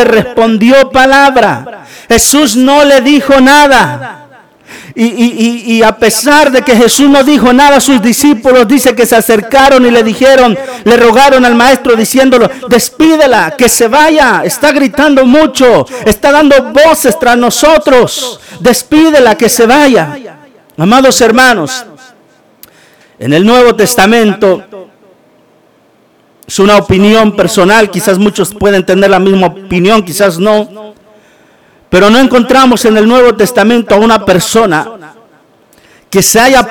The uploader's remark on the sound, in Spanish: TRASMISION EN VIVO DE LA IGLESIA CRISTIANAN MARANATHA.